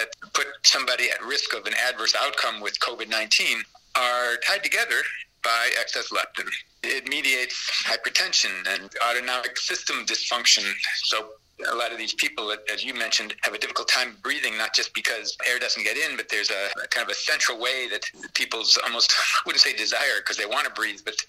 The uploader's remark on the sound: I’m using the high tech method of recording this phone call on my handheld zoom recorder as you speak on What’s App from India.